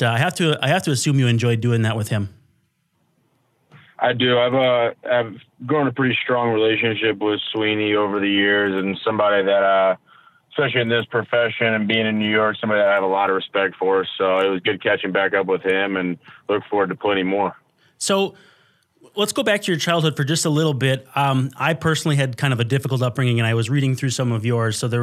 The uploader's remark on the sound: call in!